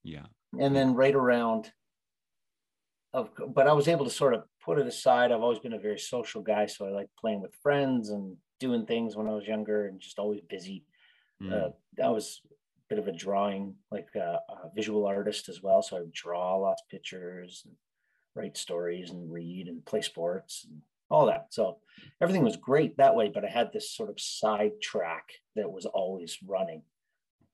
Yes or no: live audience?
no